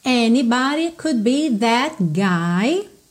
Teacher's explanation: você não ouve o D do could, consoante oclusiva